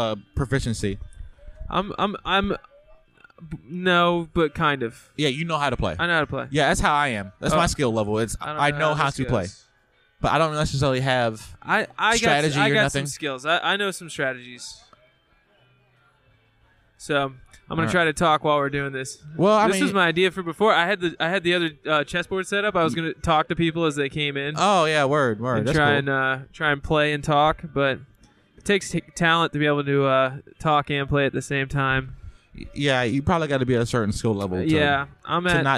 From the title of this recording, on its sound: Live from The Lamp